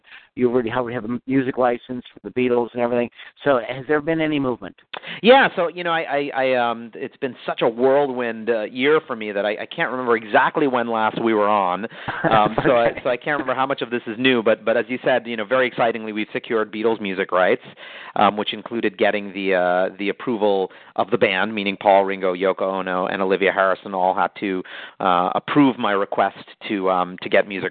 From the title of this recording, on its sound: Call in Question and Answer Session